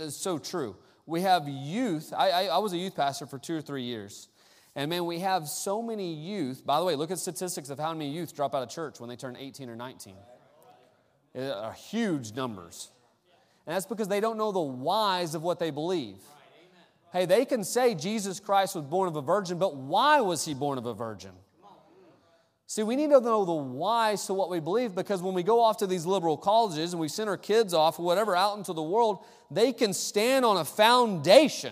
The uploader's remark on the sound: Sunday Morning Service: Missions Conference Service.